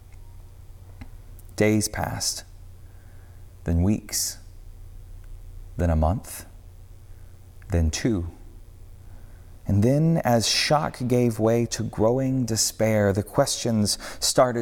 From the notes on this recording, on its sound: On the Sixth Sunday of Easter at Northminster Church.